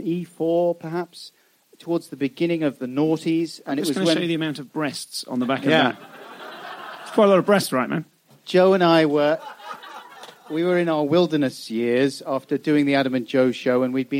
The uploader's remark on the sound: Live at Soho Theatre